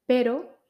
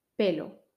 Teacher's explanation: Estas dos palabras son muy parecidas, solo cambia un sonido, la consonante. Pero es con R suave, pero y pelo es con L, pelo.